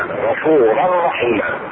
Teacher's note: الشاهد هنا: غفورا رحيما وليس غفورا رحيما. تضغم التنوين تضغم بدون غنى